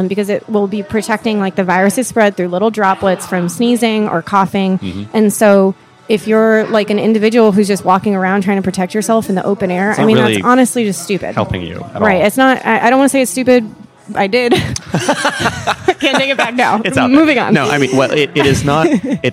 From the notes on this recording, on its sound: Record our intro and outros from a local cafe in Seattle. You'll hear a bit of the background din and conversation at the beginning and end of each episode. As people came out to grab a morning coffee and conversation with friends.